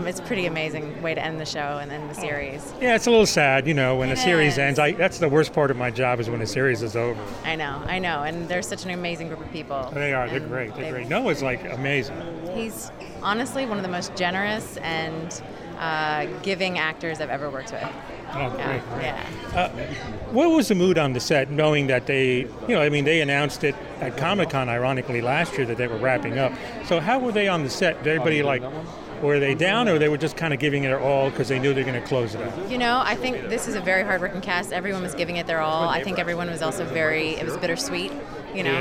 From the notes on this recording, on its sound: From the Tribeca Film Festival Red Carpet